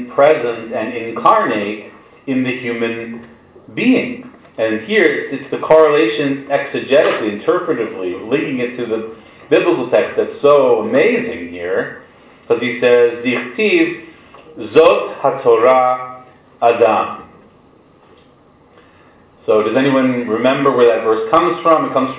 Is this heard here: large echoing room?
yes